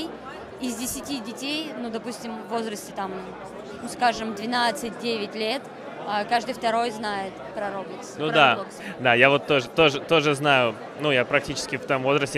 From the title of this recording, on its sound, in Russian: Репортаж с игровой конференции DevGAMM